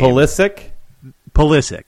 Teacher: So the stress is on the second syllable